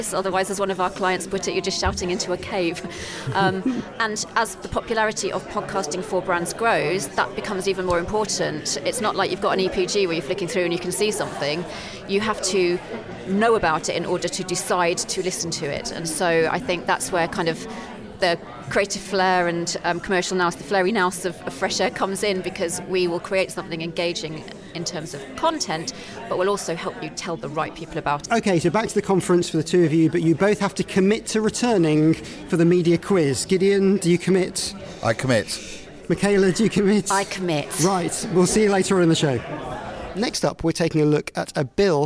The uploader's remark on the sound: Records live from Campaign's Advertising Audio and Radio Summit. Records live from Campaign's Advertising Audio and Radio Summit.